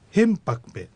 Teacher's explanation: アクセントはヘンに置かれます